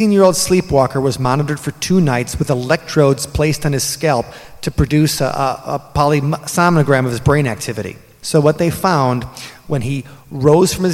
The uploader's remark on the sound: Live from the Milwaukee Paranormal Conference. Recorded live at the Irish Cultural and Heritage Center in downtown Milwaukee.